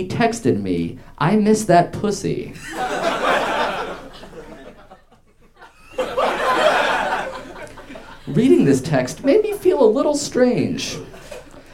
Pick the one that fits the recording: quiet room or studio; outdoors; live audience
live audience